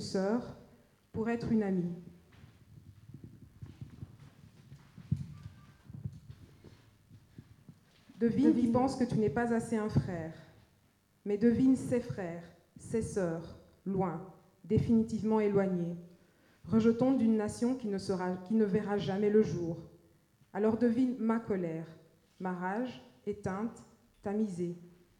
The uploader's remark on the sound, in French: Slam enregistré lors de l'évènement Intersectionnalité TMTC le 28 Juin 2015 au PianoFabriek à Saint Gilles (Bruxelles).